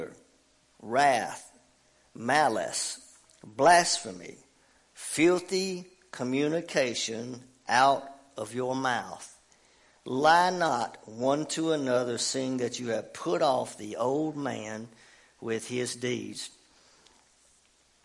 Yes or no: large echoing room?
yes